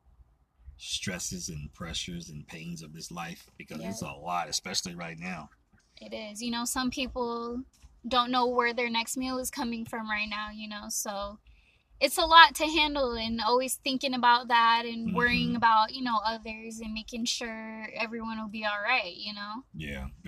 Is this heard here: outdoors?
yes